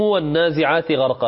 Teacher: والنازعات العين فيها مد طبيعي نمدها حركتين